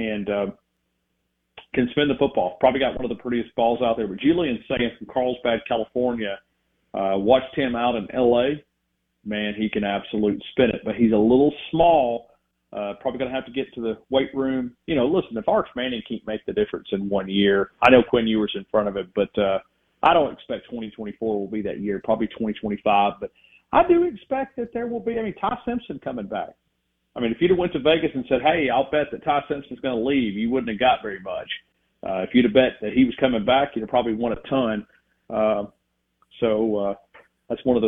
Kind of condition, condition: link, phone line